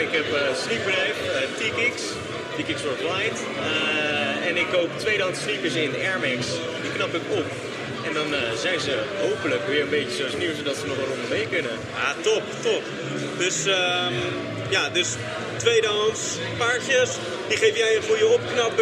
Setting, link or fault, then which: setting, busy venue